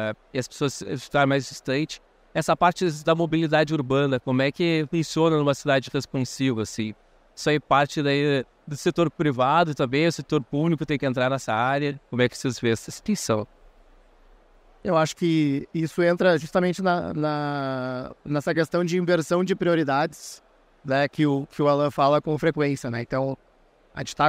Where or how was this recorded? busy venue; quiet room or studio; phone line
busy venue